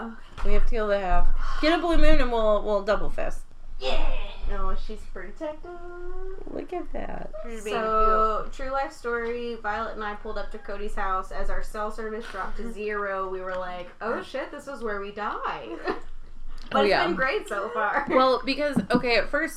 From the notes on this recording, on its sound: The sound isn’t great, and there is a lot of laughing.